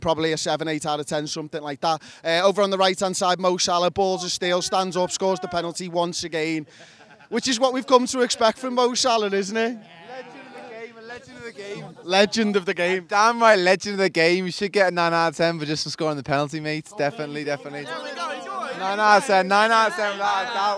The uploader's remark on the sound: We're here outside Anfield